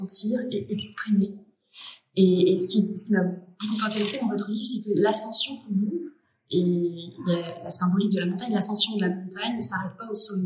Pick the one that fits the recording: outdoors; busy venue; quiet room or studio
busy venue